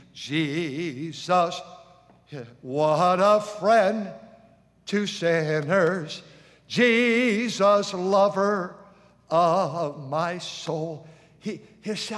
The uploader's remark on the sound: during the Wednesday Evening service on October 11, 2023, at North Valley Baptist Church in Santa Clara, California